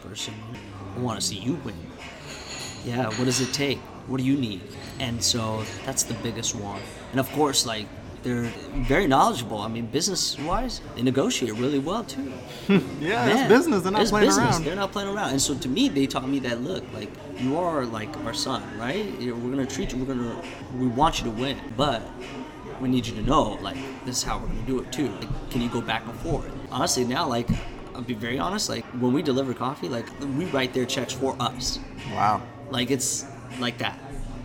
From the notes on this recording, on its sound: I found myself at a very special coffee shop in Renton, WA called Boon Boona.